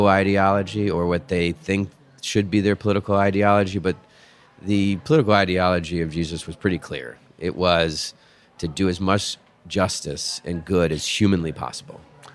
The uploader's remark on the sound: Recorded at one of our Capitol Hill favorites, Santa Rosa Taqueria.